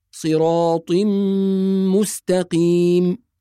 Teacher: التنوين بعيد مش متلاصق، والحرف المدغم فيه اللي هو حرف الميم عليه شدة، فيبقى فيه إدغام. وطالما حرف الميم بعد التنوين يبقى إدغام بغنة